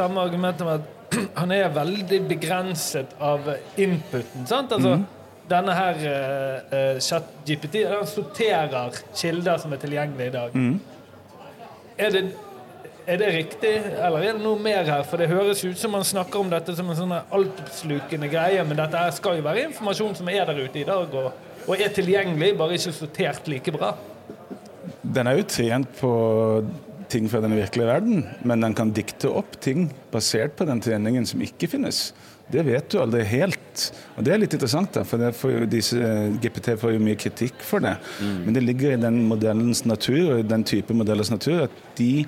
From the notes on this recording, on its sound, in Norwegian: Live intervjuer på Norway Fintech Festival. Økonomiamatørene setter opp studio på scenen i Media City Bergen som huser Norway Fintech Festival. Live fra scenen inviterer vi inn spennende gjester.